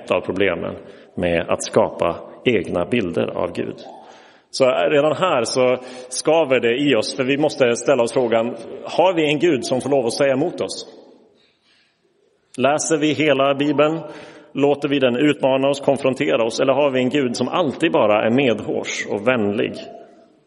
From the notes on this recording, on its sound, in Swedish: Inspelad i Roseniuskyrkan den 5 februari 2023